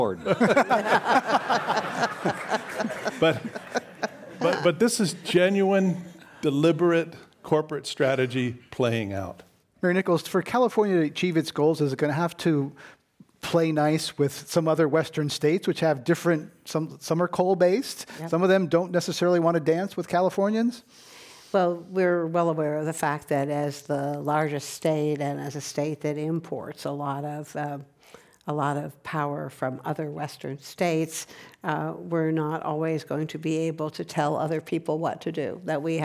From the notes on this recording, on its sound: This program was recorded in front of a live audience at The Commonwealth Club in San Francisco on January 31st, 2019.